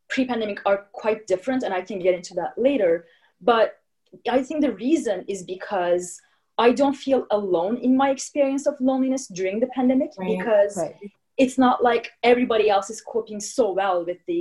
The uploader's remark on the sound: Editing our zoom podcast.